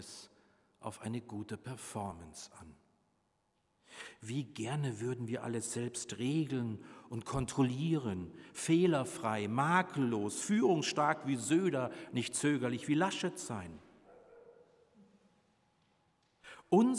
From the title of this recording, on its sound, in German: Predigt Pauluskirche 9.5.2021 Rogate